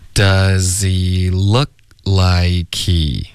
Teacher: 刚刚 does 的这个 z 呢就完全听不到任何送气的声音，可是 like 的这个 k 这就已经够了， likehe。你有没有听到 H 的音，也许有也许没有，可是对、就很多人会争吵，可是重点就是 H 的音没有单单纯纯的就直接发 he 了， like he likehe，这个 k 的这个送气的声音就已经代表这个 H 的音了，对，就更不可能会专门发一个 H 音。